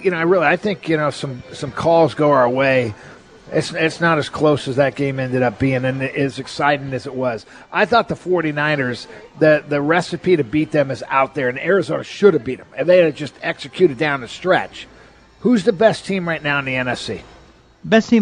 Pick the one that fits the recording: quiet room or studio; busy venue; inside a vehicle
busy venue